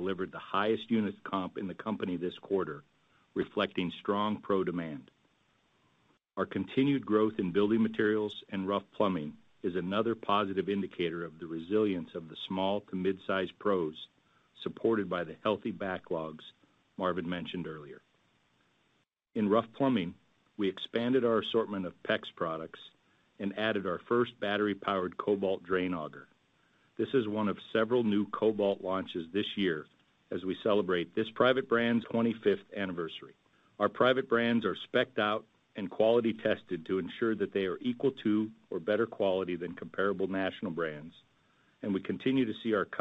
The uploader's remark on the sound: Q2 2023 Earnings Conference Call